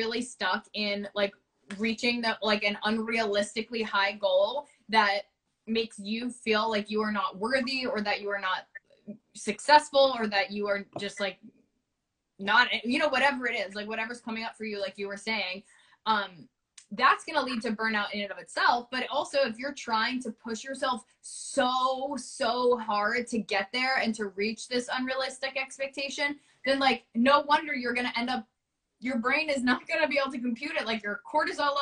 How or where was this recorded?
video call